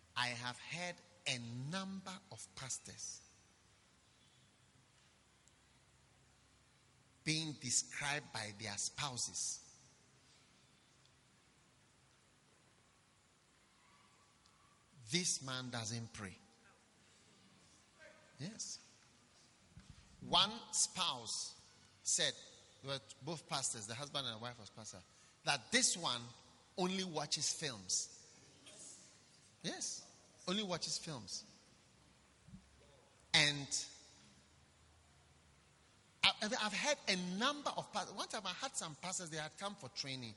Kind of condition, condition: setting, live audience